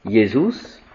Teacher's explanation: Le J n'existe pas en latin, mais avec le latin, des siècles, on a mis un J, mais sinon, c'est un I. Donc, c'est un I mouillé, le J.